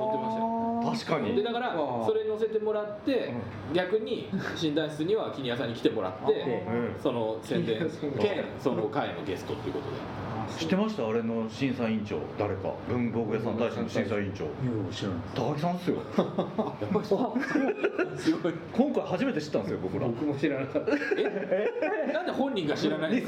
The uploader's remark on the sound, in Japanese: 今回、録音器のトラブルでノイズがあります。とりあえず、取材も収録も終わりかな？と思ってからの貸しスタジオ延長戦です。